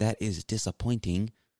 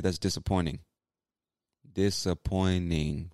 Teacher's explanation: So there's no T in that word when I say it. · Shown in: second take · It's there, you know, but I kind of just ignore it.